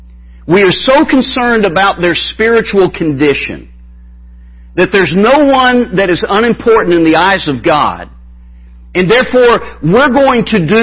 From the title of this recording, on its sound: Wednesday Evening Revival Service